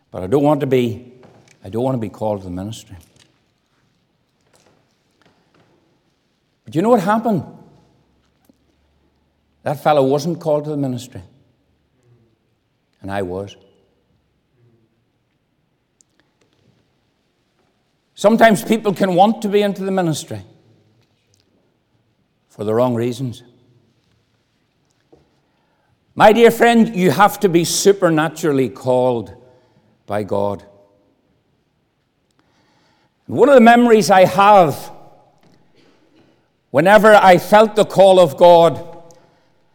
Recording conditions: large echoing room